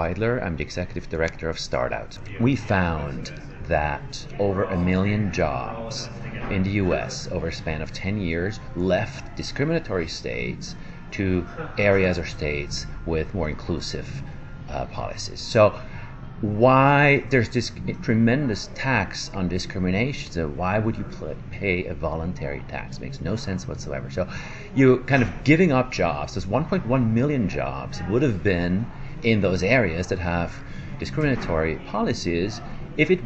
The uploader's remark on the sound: reports from The Economist's Pride & Prejudice conference in New York